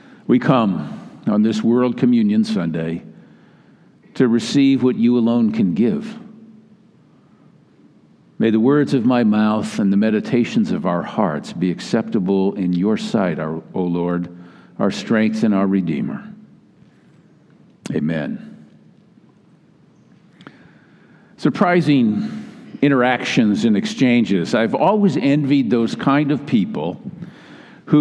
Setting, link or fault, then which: setting, large echoing room